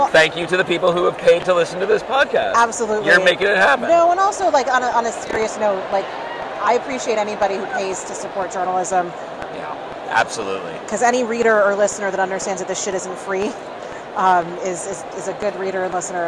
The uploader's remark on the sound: at Yankee Stadium on Thursday night to watch the Yankees take on the Astros